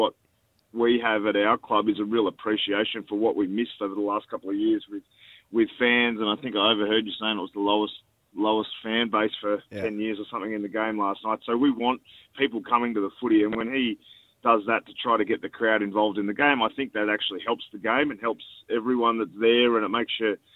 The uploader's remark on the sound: called in to talk